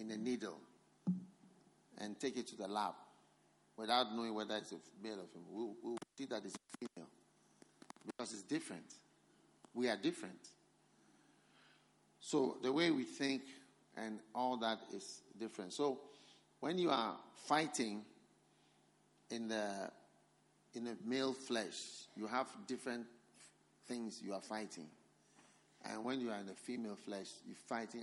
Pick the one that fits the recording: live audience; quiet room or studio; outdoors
live audience